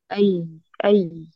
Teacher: شوفي الطبقة ارتفعت والصوت بيجري معك · Term: جريان الصوت